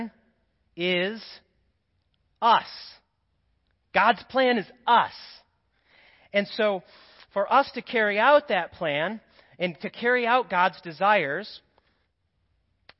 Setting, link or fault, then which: setting, large echoing room